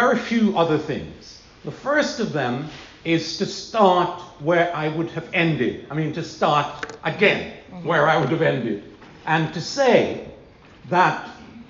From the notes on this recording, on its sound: This is a recording of the event. Held at the Classic in Tooting Bec, London (UK).